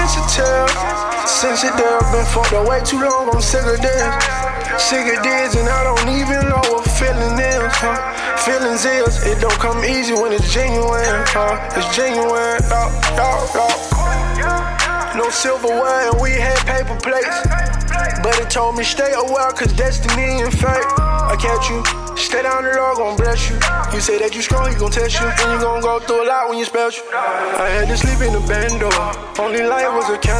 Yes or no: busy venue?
yes